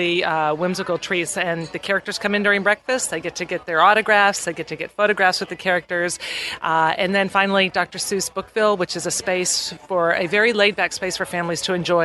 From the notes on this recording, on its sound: This week, we are broadcasting aboard Carnival Cruise Line's Carnival Freedom, a ship that is based in Port Everglades (moving to Galveston in 2015). We are on an 8-night Southern Caribbean sailing this week.